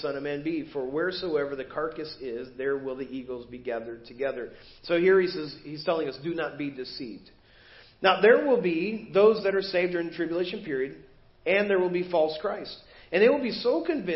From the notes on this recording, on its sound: Preached at First Baptist Church of Hazel Park